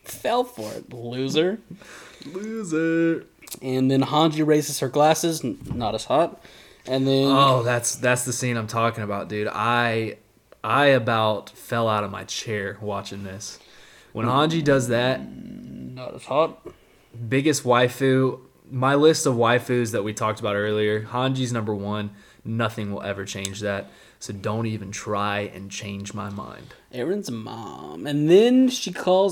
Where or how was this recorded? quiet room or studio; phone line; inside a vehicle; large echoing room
quiet room or studio